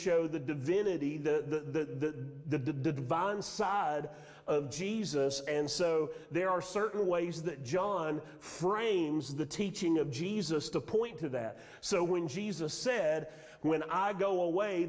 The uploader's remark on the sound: Sermon audio from Mission Church in Locust, NC.